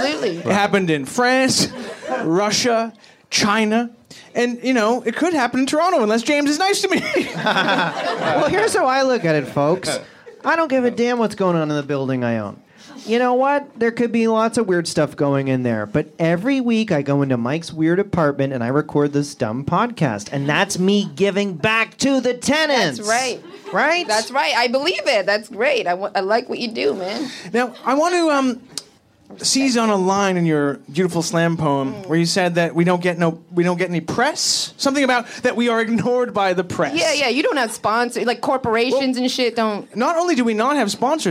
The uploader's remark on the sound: LIVE from Comedy Bar in Toronto! A live episode from Comedy Bar in Toronto, Canada as part of the legendary Laugh Sabbath series.